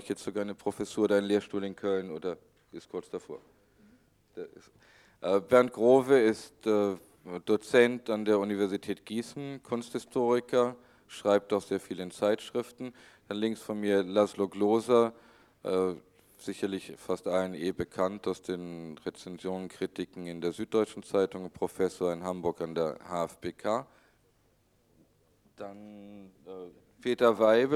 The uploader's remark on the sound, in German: Podiumsdiskussion in Frankfurt. 1987, veranstaltet von der „AICA“, der deutschen Sektion des internationalen Verbands der Kunstkritik.